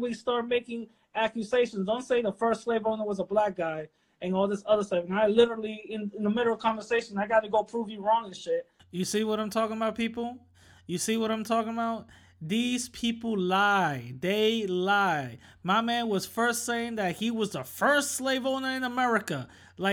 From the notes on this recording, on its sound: a debate i had on instagram live